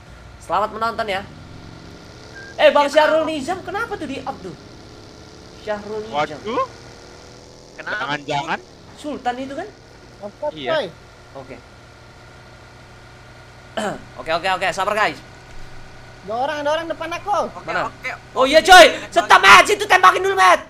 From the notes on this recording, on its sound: Palying Game While In The Car. Driving tesla and playing a game.